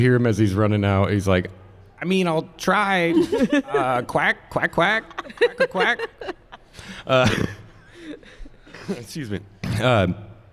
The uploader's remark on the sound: Live from PodCon